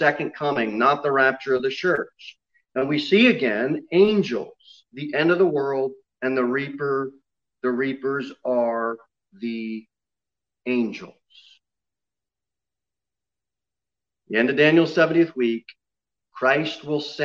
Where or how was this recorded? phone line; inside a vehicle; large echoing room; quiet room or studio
large echoing room